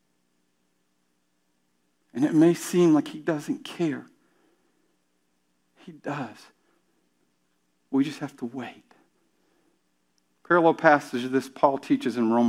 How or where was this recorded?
large echoing room